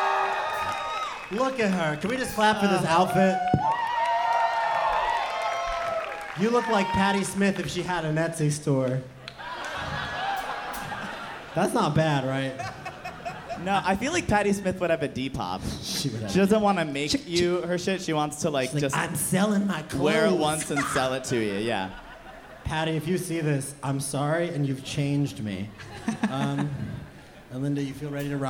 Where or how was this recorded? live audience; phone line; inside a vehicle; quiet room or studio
live audience